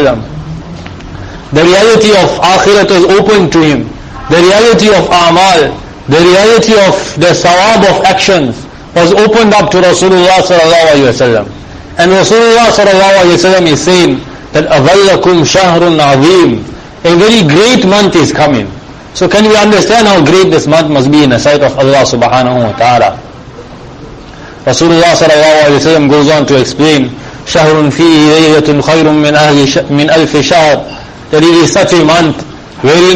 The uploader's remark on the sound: Jumuah lecture at May street Masjid